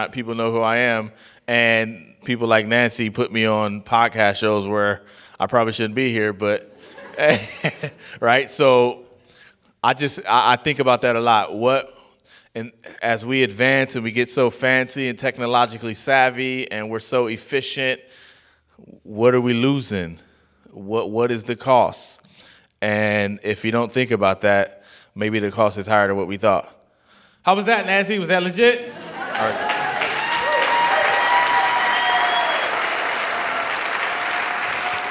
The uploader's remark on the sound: LIVE LAW San Francisco: Initial Public Offering took place on Friday night, February 23rd at The Polish Club in San Francisco's Mission District. We recorded the night so we could share it with you.